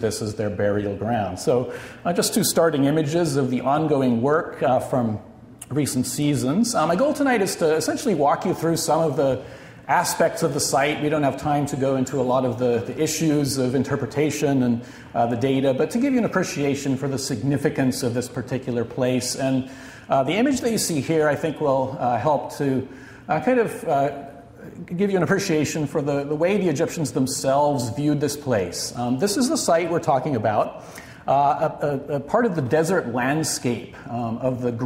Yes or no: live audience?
yes